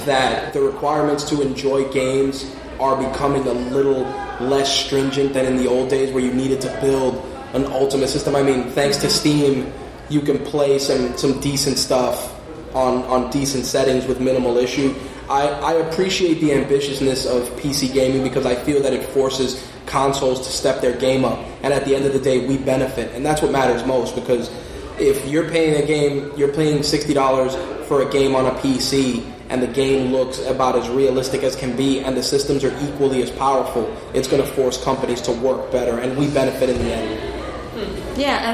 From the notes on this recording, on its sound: My Take Radio was live from Qirin Con 2016. It also had a live audience comprised of students and staff from Pace university as well.